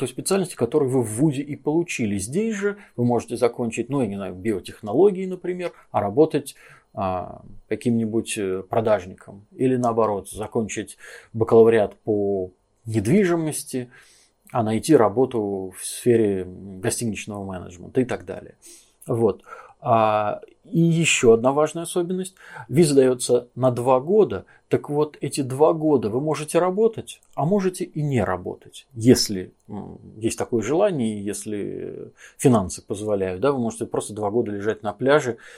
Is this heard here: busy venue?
no